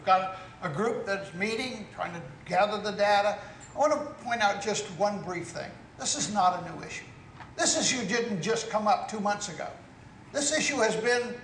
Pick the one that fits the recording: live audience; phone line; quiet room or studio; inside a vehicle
live audience